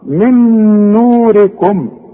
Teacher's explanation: النون مضمومة بعدها واو تمدها حركتين لا تزود ولا تنقص · Term: المد الطبيعي